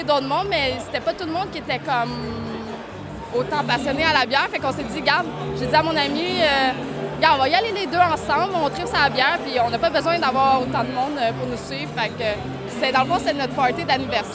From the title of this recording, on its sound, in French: En Direct de La Cuvée Édition 2023!